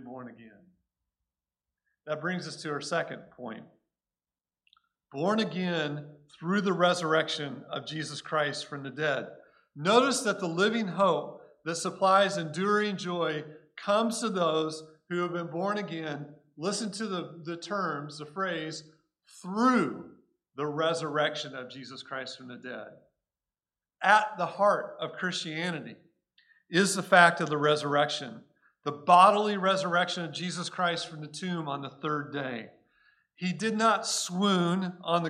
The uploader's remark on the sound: Recorded at Cornerstone Church in Mesa, AZ